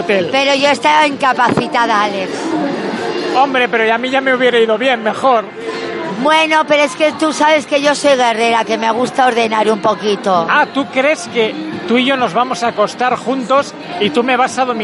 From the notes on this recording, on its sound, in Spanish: Ya están aquí las entrevistas grabadas en el Salón Erótico.